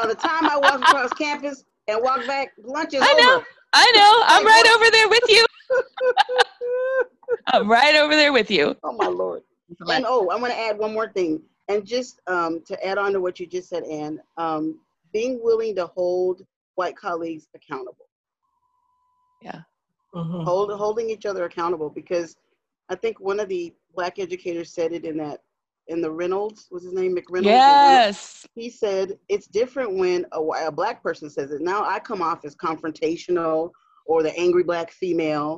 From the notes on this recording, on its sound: Zoom with co-workers